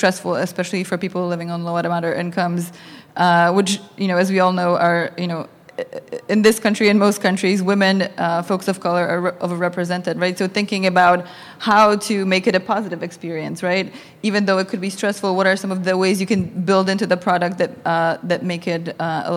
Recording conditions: busy venue